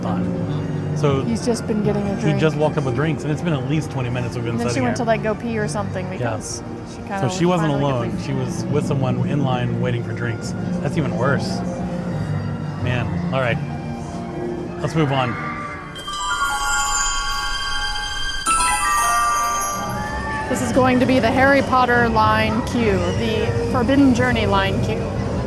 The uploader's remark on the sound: Live From the Parks.